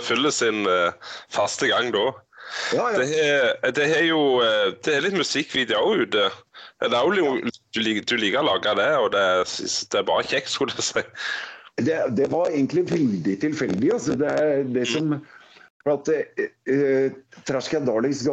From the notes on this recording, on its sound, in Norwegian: Podcasten er innspilt via Skype.